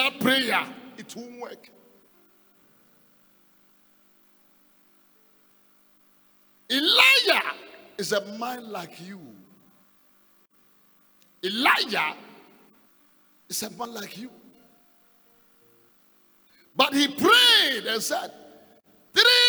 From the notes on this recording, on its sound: Preached in the first service on Sunday 6th February 2022